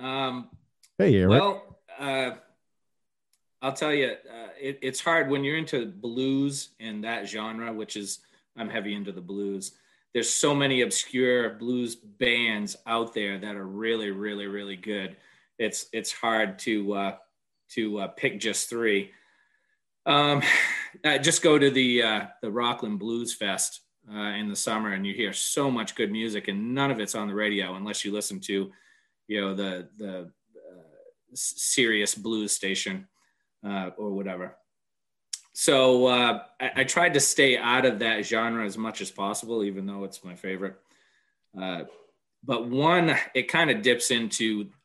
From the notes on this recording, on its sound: I am still trying to figure out the complexities of Zoom audio.